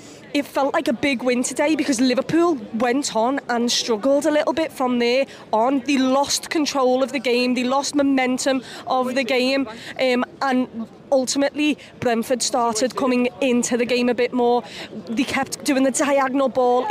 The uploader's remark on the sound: Outside Anfield with her match reaction.